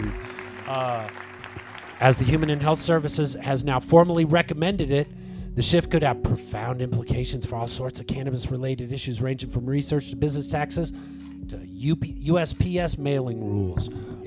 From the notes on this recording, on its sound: Filmed in front of a live Studio Audience